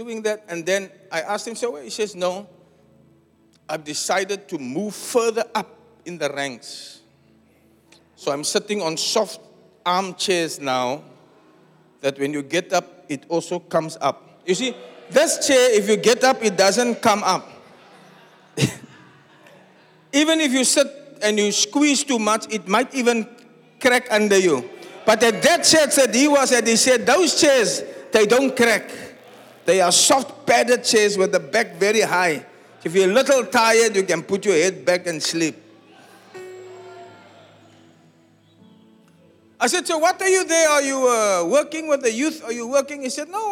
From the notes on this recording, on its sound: Preached at the Zion Sanctuary, Cape Town on the 21 May 2023